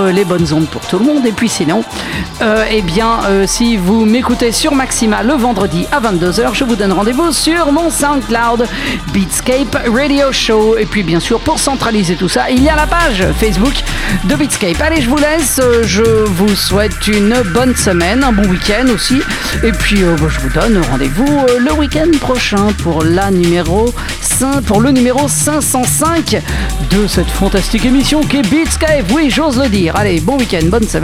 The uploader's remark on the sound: DJ set recorded at Le Bazar (Bar located in Angers, France)